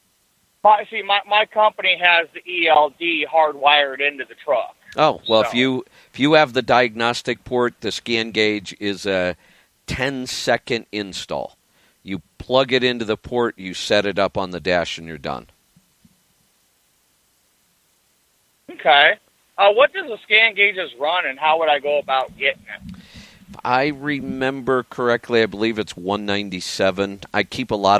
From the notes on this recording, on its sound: Questions from the AudioRoad. Call in Question and Answer Show.